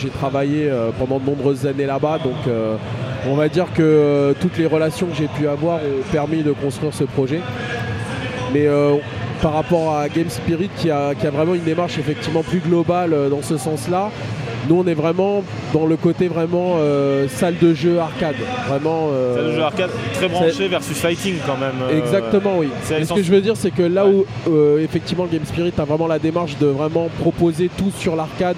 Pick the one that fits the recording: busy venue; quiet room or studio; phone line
busy venue